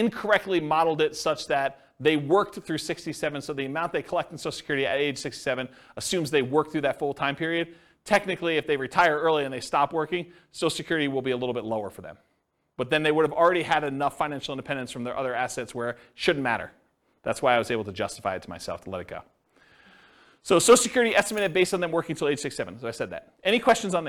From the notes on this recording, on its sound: This was a live class recorded